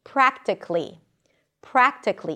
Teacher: It ends with a k sound and then li.